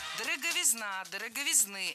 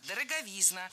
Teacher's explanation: Ударение в этом слове падает на суффикс «изн». Во всех формах там и остается. · Shown in: second take · Дороговизна, дороговизны, дороговизны и так далее.